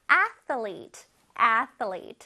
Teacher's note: TH가 있어서 혓바닥이 나왔다가 슉 들어갑니다. Athlete.